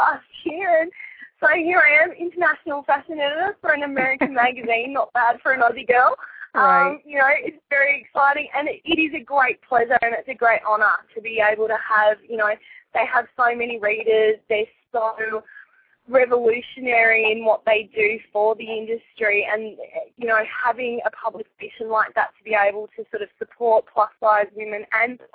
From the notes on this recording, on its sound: calling in from Sydney, Australia